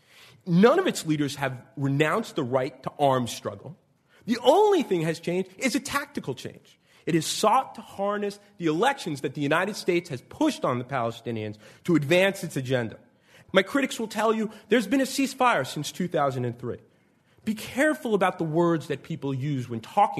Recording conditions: live audience